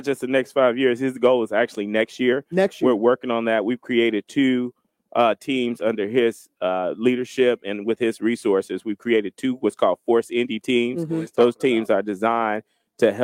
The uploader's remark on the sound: LIVE AT THE 107TH RUNNING OF THE INDY 500. We broadcast live from the 107th running of the Indianapolis 500.